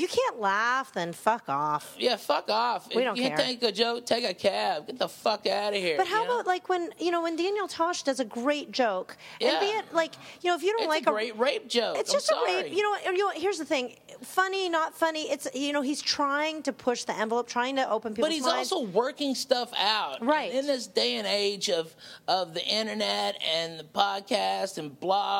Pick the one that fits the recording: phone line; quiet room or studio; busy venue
busy venue